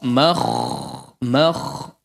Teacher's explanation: Makh, mim yang pertama itu. Setelahnya huruf kha, makh, makh, kha-nya tebal